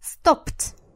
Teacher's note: как там отсутствует вот этот вот гласный «э», который все хотят туда добавить